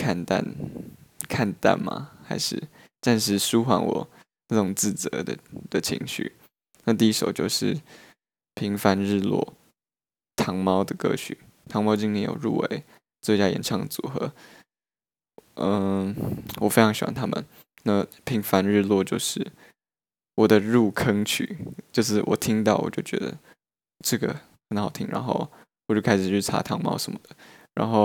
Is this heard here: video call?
no